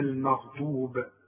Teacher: والغين قالي مفخمة، لكن هي اقل درجة من المفتوح. الغين اللي عليها السكون بتبقى اقل درجة في التفخيم